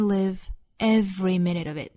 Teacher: 这句话的调和其实在 every 的 a 这个位置上，也就是说整句话读的最重的音节就是 a 这个音节